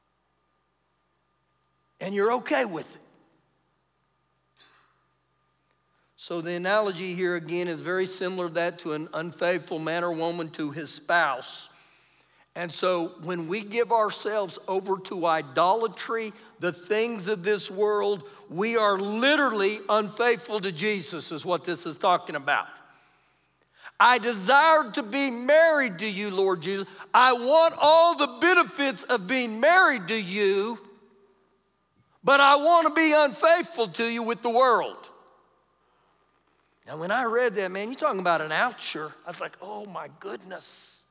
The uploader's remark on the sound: Recorded live during our Wednesday night service.